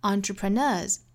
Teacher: 后面加的这个 s 应该读浊音的 z 的发音 entrepreneurs，但是也不要读得过重哈，不是 entrepreneurs，应该是 entrepreneurs。All the best entrepreneurs, they find their way back from rock